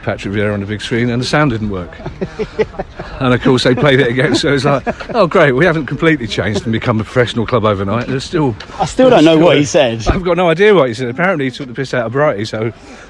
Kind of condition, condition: setting, outdoors